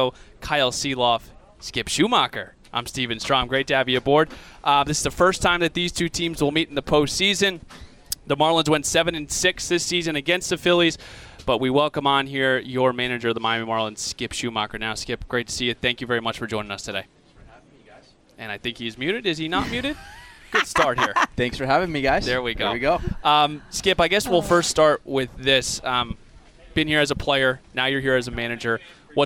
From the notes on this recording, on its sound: live from Citizens Bank Park